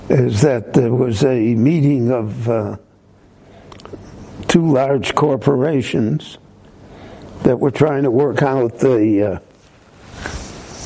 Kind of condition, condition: setting, large echoing room